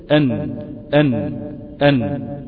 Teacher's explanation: لو أنت جيت تنطق النون هتلاقي أن طرف اللسان هو مع ما فوق أصول الثنايا وليس في أصول الثنايا نفسها.